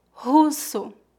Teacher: o R em começo de palavras é pronunciado como a letra H no inglês